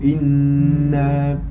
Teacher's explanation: Le noun et le mime, quand il y a la shadda, le nasalement, on le fait tirer.